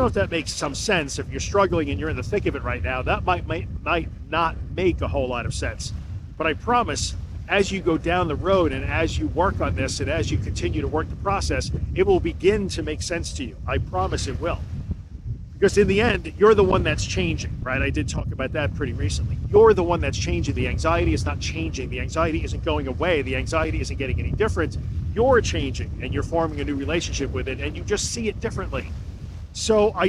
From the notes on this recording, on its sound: This episode was recorded on a beach by myself in a spot where my cell/mobile phone gets no signal, where there were no people to save me if I needed to be saved, and where I was far from help.